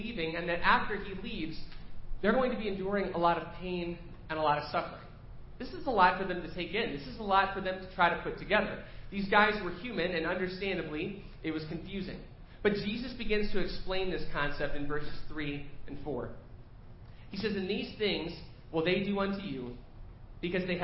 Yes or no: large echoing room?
yes